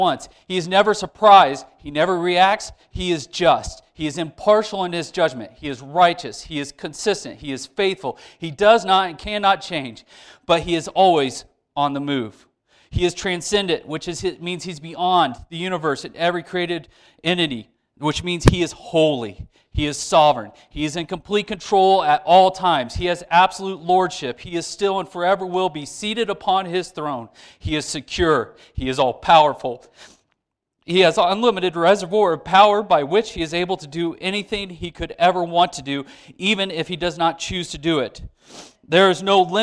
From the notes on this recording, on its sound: Sermon delivered to church on 9/11. We had to edit out some of the audio for copyright reasons.